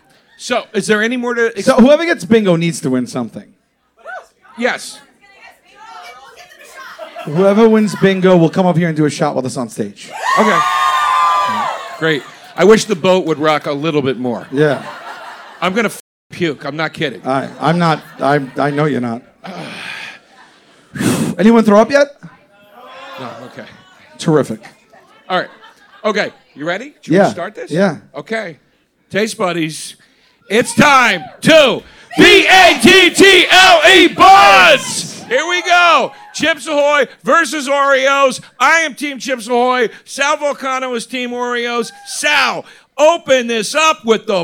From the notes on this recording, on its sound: ALL THE WAY LIVE from the jokers cruise!